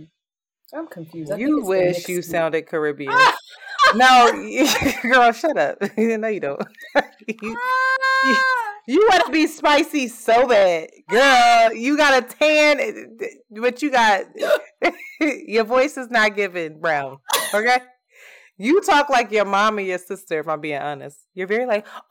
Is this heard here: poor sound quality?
yes